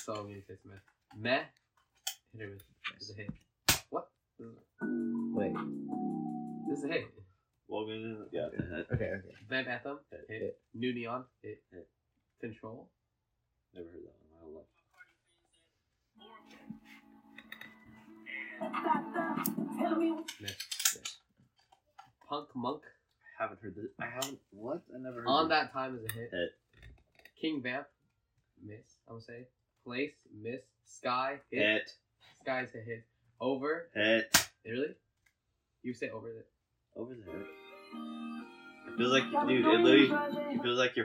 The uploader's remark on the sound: This episode was done at home over the summer, so the audio quality was not nearly as good as when I have a better studio to work.